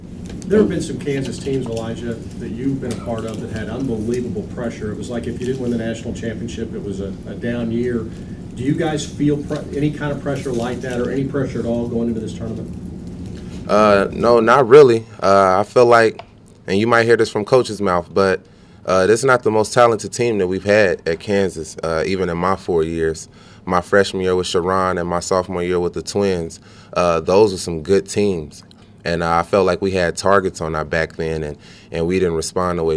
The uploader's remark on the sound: Press Conferences & Post-Game Interviews. Talk after the release of the NCAA bracket on Selection Sunday.